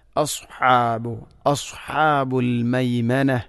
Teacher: സ്വാദിന് പകരം സീനാവാൻ പാടില്ല. അസ്ഹാബു അസ്ഹാബുൽ മൈമന, അങ്ങനെ തന്നെ വായിക്കണം.